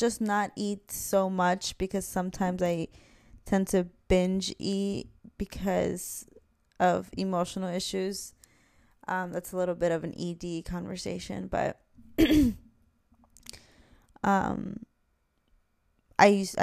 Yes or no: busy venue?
no